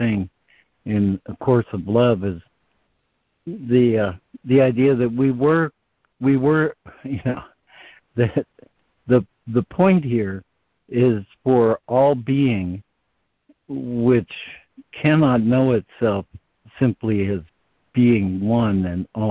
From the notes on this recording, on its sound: ACIM Daily Conference Call